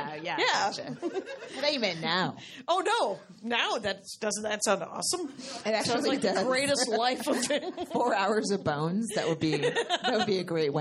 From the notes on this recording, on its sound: at Flappers comedy club in Burbank, California for their fist ever live show!